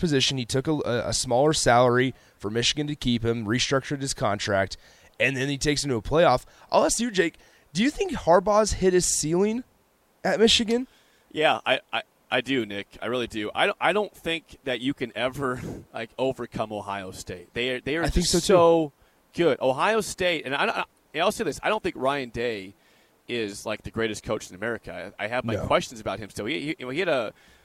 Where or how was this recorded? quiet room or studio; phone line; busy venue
busy venue